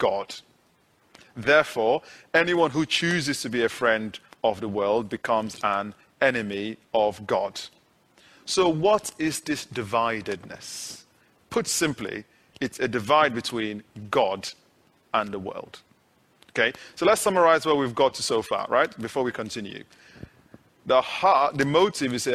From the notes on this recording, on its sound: this is audio of the sermon taken from the live stream of this meeting